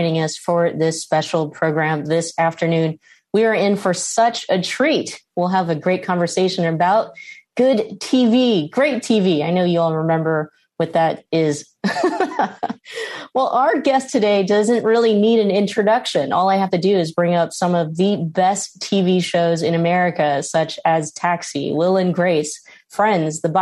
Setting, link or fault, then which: link, video call